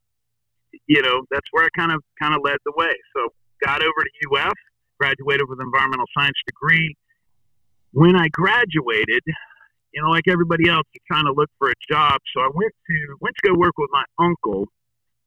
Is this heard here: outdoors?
yes